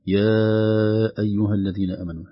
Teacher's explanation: نمد على حسب يعني منهج المصحف أربع حركات أو ضعف المد الطبيعي مرتين · Term: مد جائز منفصل